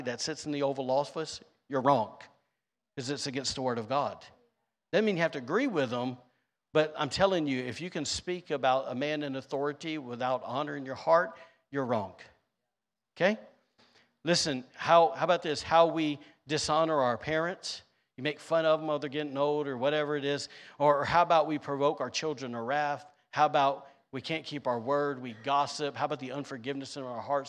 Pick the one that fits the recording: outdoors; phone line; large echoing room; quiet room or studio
large echoing room